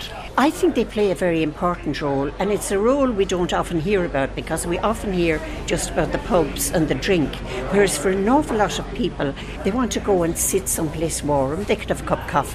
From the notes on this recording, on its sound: We broadcasted live from the Palace Bar on Fleet Street to mark its 200th anniversary. Many guests contributed to the programme for the launch of the Palace Porter.